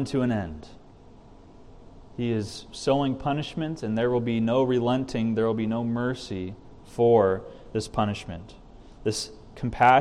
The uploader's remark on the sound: This message was recorded from the evening prayer meeting at CTK